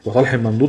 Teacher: نون ساكنه بعدها حرف الضاد، والضاد من حروف الاخفاء. حكم النون اخفاء حقيقي